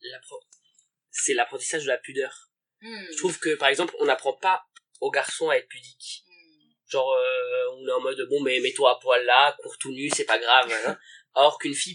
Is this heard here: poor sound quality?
yes